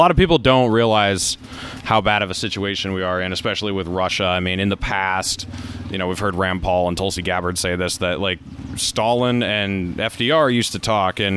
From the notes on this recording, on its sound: Sat down at the Free State Live Hub this Porcfest. Newhampshire.